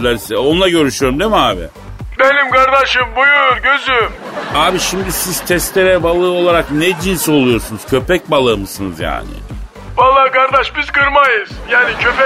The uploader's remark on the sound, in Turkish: telefon hattımızda